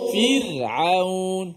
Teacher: Kan dibaca dengan nipis. Roh tu mati sebelum dia baris bawah. Akan tapi di sini kita baca dengan tebal.